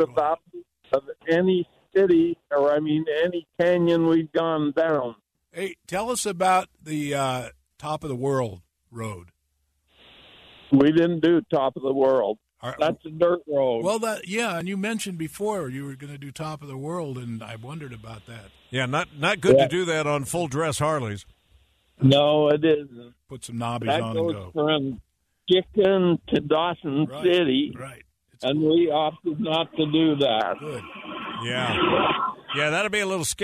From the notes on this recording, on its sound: via satellite phone